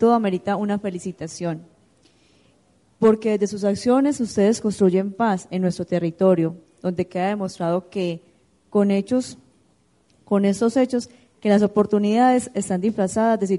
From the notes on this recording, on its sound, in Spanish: Panel realizado en el Encuentro de Comunicación para la Paz llevado a cabo en el auditorio Monseñor Flavio Calle Zapata de la Universidad Católica de Oriente. Rionegro - Antioquia - Colombia.